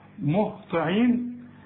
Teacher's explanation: الطاء هي المفخمة هنا ومكسورة